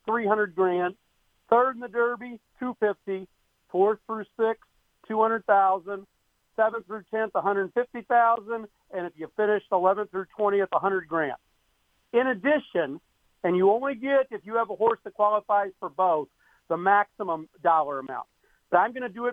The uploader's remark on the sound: Call-in Show